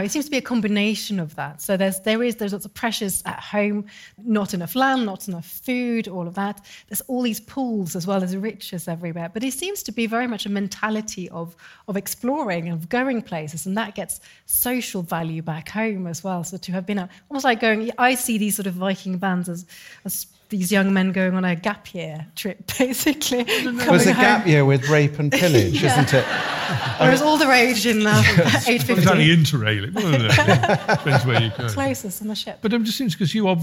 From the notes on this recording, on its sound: A very special LIVE episode of The Rabbit Hole Detectives all the way from The Royal in Northampton where the audience, and not the Disembodied Voice, declares this week’s winner.